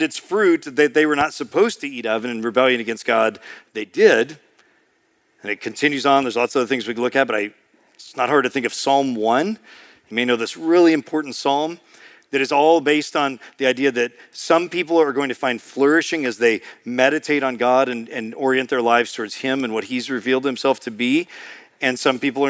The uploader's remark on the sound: preached in March 2023 at Sojourn East